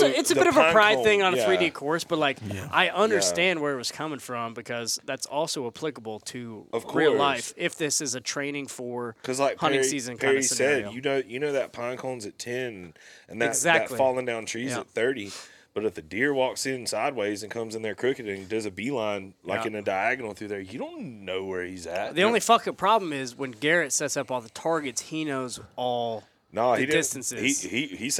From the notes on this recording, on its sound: This episode was recorded at the first ever HLE Team Rendezvous from inside a 150 year old tobacco barn and needless to say, the setting of this Tuesday Tip was pretty sweet.